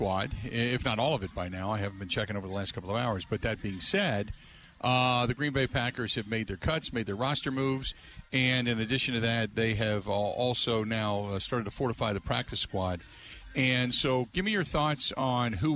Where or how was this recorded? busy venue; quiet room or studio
busy venue